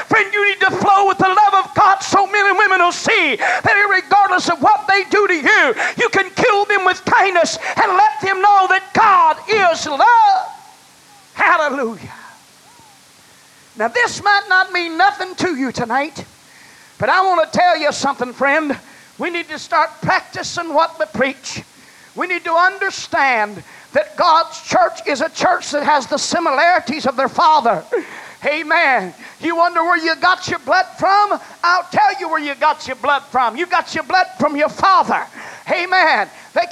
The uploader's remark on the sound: was preached in North Vernon, Indiana at First Apostolic Church, October 18, 1989.